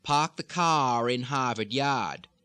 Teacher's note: When the word after the R begins with a vowel, it's quite likely in all Bostonian speech, including this Kennedy type, that the R will come back in. It will not drop.